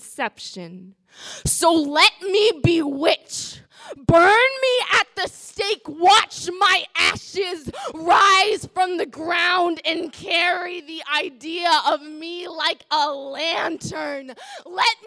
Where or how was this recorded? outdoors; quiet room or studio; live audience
live audience